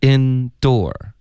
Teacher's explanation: 虽然词典里标的时候呢它会把第二个音节标成主要的重音也是 OK，可是它两个都发得很清楚很饱满